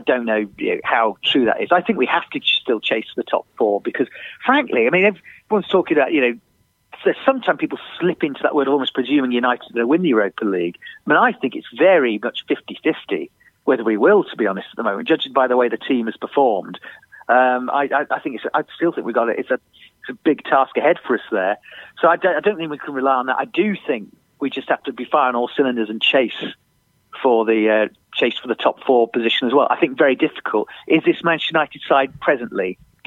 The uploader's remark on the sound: on the phone